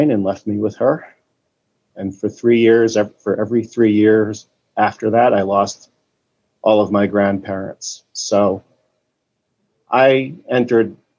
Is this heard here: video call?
yes